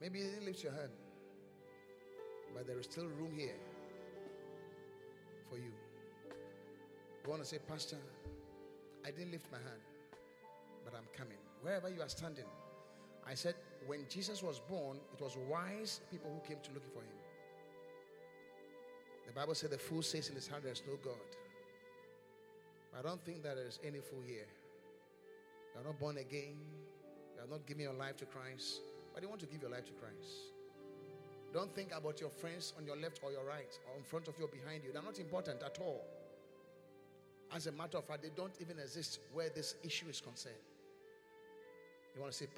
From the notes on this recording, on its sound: Preached at the Qodesh